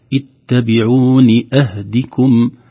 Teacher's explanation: كسرة فقط تحت النون بدون مد، وكسرة فقط تحت الدال أهديكم بدون مدها أيضا.